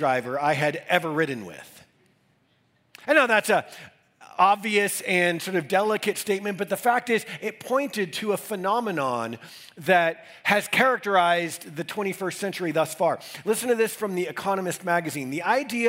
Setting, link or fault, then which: setting, large echoing room